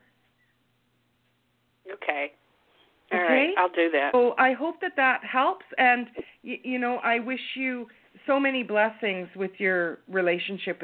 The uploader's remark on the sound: Call in Show